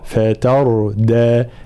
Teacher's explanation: فتردى جميع الحروف مرققة ما عدا حرف الراء ساكن مسبوق بفتح · Term: ترقيق